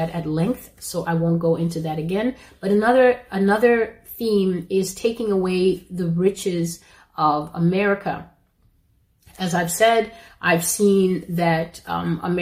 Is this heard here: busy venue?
no